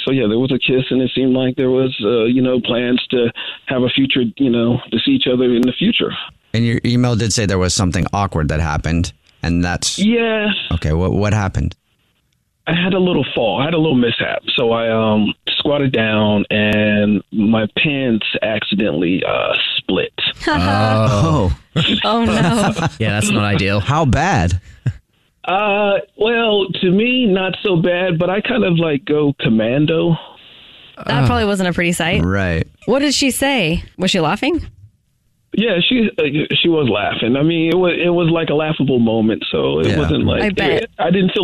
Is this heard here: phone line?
yes